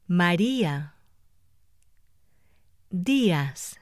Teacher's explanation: the diphthong is broken when the stress falls on either of the weak vowels, I or U.